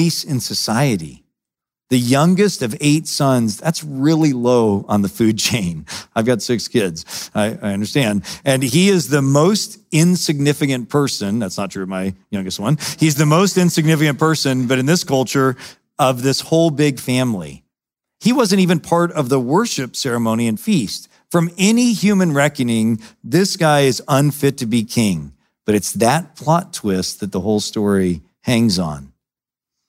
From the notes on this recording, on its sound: preached in September 2017 at Sojourn East.